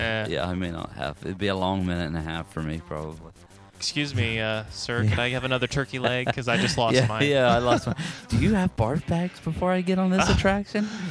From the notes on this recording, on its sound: Hear audio from this attraction at Disney World.